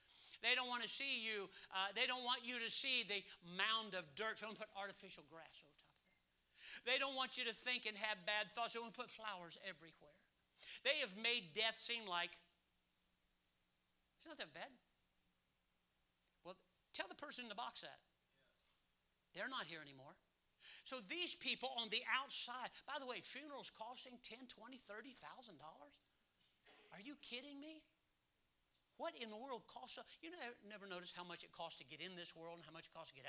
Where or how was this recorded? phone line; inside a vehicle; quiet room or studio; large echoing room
large echoing room